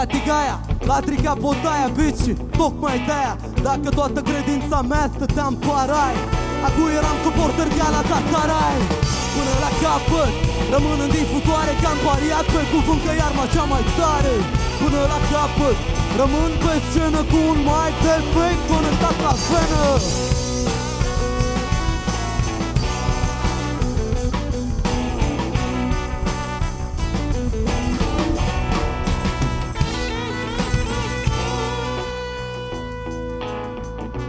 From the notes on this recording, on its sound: Live la Street Delivery Iasi, 2015. Multumim baietilor de la sunet pentru inregistrare.